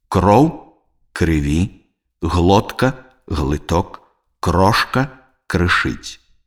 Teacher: Калі галосныя «о», «э» ў аднакарэнных словах аказваюцца не пад націскам, то яны супадаюць з галосным «ы».